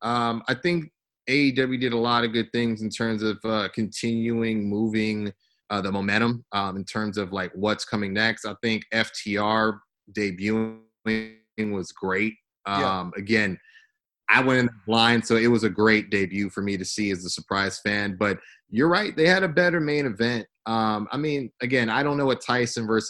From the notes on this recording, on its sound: Your favorite tag team is back this week via Zoom